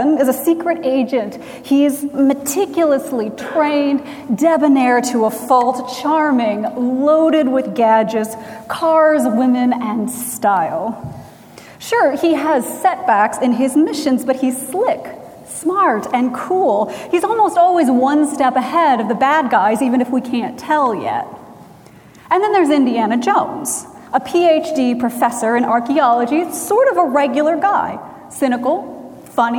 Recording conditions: large echoing room